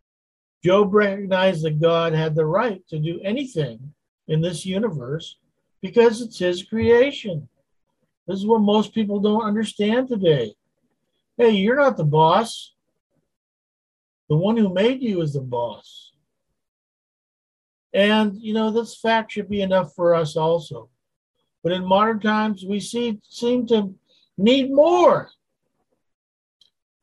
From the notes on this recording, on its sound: Wednesday Zoom study